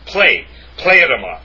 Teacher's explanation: The accent is on the first syllable